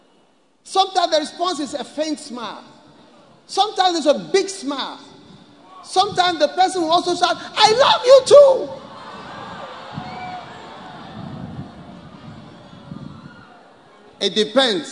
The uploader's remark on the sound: Preached at the Good Friday Miracle Service, Independence Square, Accra.